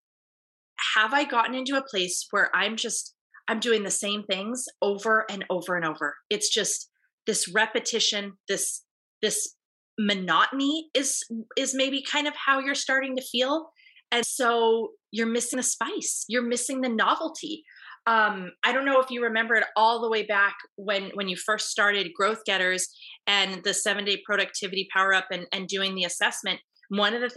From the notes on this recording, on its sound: Today you get to jump into a part of live group coaching call from inside my paid group coaching membership.